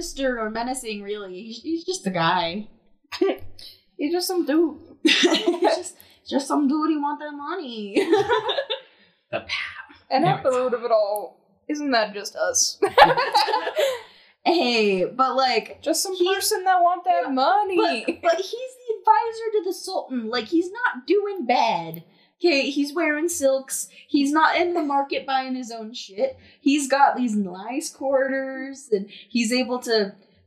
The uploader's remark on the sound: we know the audio is bad